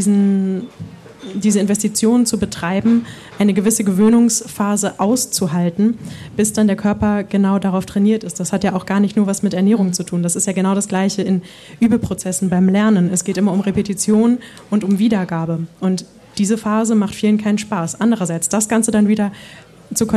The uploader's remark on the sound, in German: Gedankensprünge“ live vor Publikum: Im Rahmen der Langen Nacht der Museen in Lübeck waren wir erneut im Willy-Brandt-Haus zu Gast.